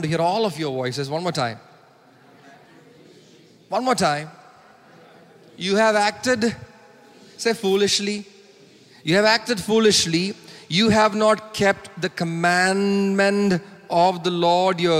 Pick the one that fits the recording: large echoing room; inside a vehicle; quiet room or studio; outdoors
large echoing room